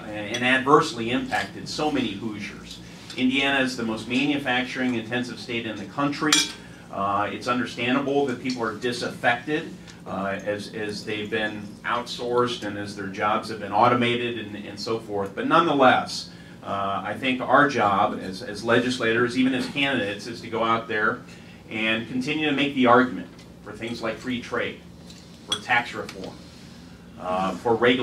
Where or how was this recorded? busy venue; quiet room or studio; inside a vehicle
busy venue